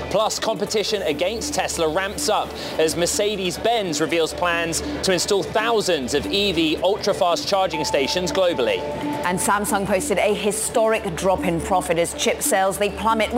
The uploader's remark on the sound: Live from CES Day Two. Live from CES in Las Vegas break down the latest in consumer technology from the biggest show there is.